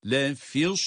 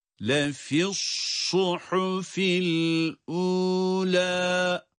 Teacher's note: Sad harfine dokunur dokunmaz sadın kalınlığını gösteriyoruz, çıkarıyoruz.